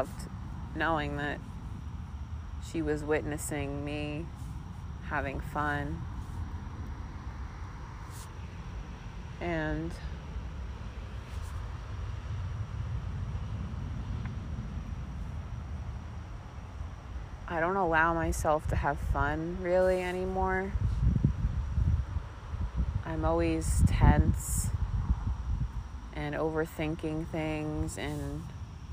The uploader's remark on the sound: This first episode was recorded in South Mountain Reservation, West Orange, NJ. Sitting at the top of a hilly field.